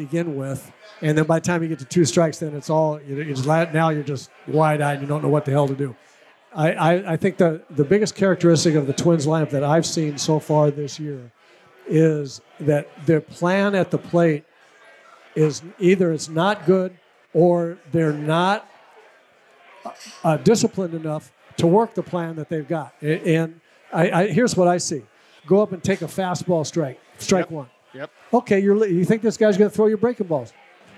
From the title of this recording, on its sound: Live from The Loon